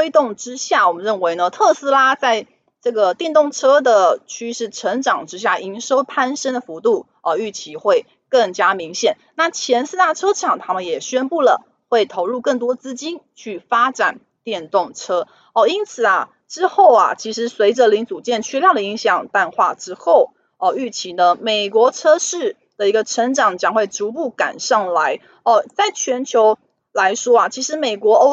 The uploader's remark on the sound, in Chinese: 本集有些許雜音，已亟力避免，如有察覺請多多包涵